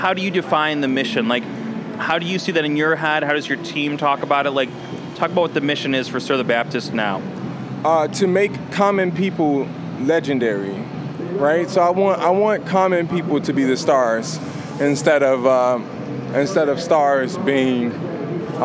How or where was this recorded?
busy venue